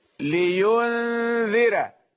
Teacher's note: أيضا راء مرققة، لينذر أصلا ووقفا، لأن الكسرة في الذال موصولة بنفس الكلمة